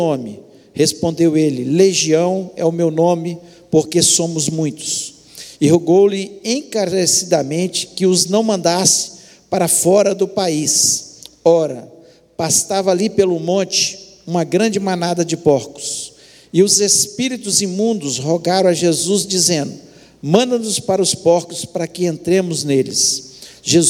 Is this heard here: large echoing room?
yes